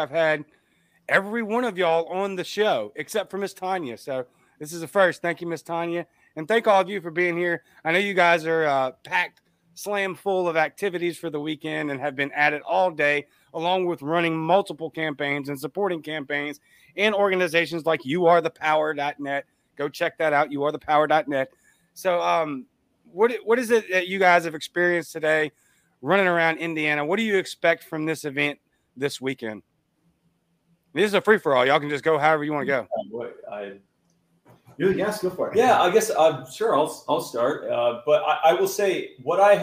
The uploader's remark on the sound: LIVE at the “Spike the Vote” party! LIVE house party.